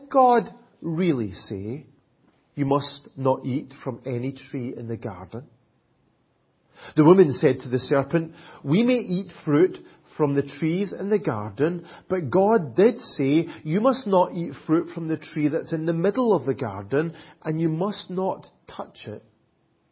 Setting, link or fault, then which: setting, large echoing room